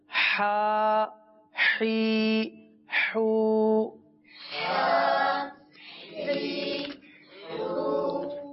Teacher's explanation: ہا حلق کے درمیان والے حصے سے ادا ہوتا ہے